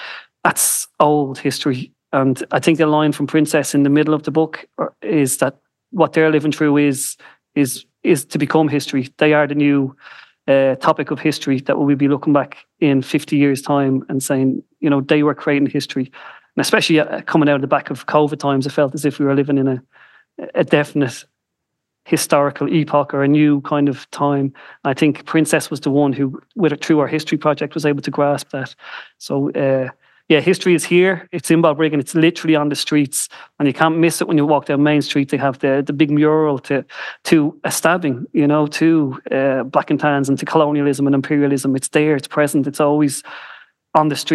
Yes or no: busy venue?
no